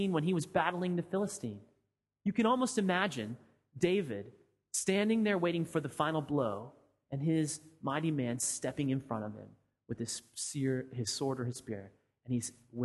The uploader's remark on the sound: Sermon audio from FIBC Copenhagen